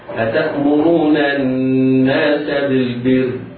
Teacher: راء بالبر مشددة بالكسر، فهي مرققة وصلا ووقفا، إذا وقفنا عليها نقف عليها في التسكين هكذا.